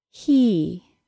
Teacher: The front of my tongue does not move during the entire sound. · Term: long E sound